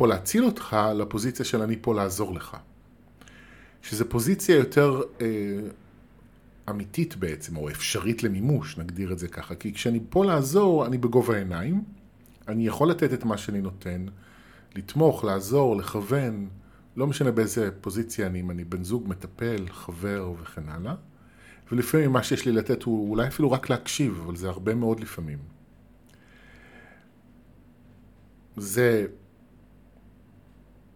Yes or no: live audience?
no